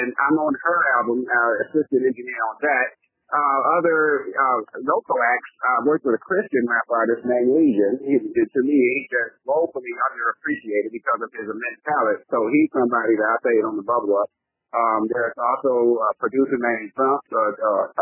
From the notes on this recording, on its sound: Recorded over the phone.